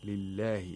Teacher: the Lam of the majestic name of Allah, is pronounced with tarqiq because there is a lam with a kasra before